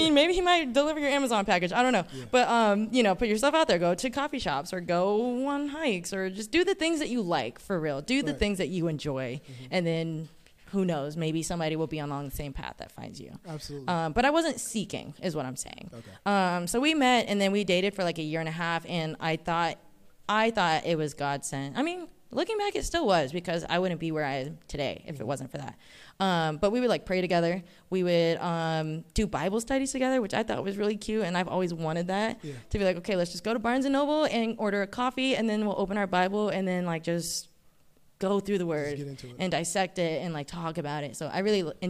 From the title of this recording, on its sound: Live Event Recording